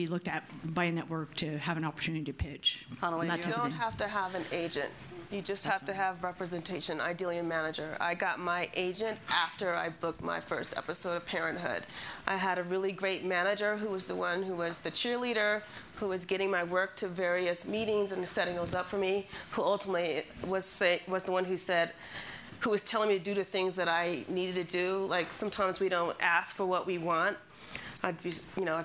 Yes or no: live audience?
yes